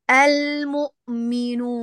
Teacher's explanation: ادفعي بالواو بالهواء عشان ما يروح للخيشوم، ما تجي معك، ما تسحب معك غنة النون. المؤمنون، لا نون نون.